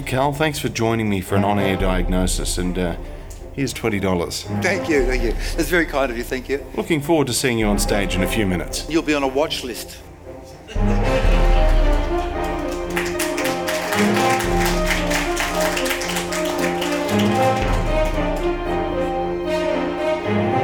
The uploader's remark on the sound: Live audio recording from #Skepticon 2017 held in Sydney.